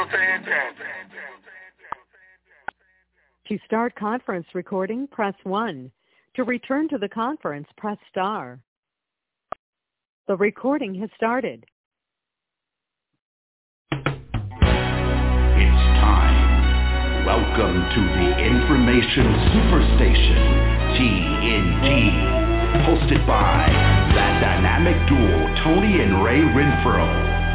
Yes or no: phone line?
yes